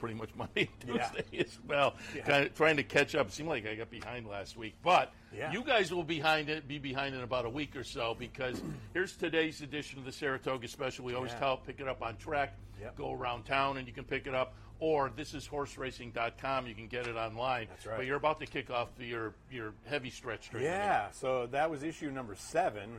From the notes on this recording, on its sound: live from Saratoga Race Course